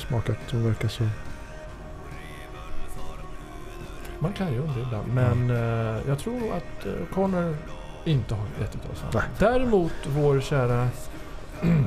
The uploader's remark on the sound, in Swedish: Det här avsnittet spelades in under vår liveträff i januari 2023. Det gör att du får höra lite mer bakgrundsljud och prat i munnen på varandra än vanligt, men du får också mer gemytlig stämning och runt-bordet-känsla.